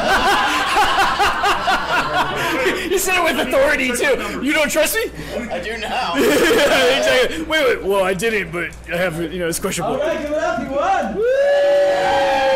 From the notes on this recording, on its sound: come to you "live" from the first annual UncleDad Halloween Bash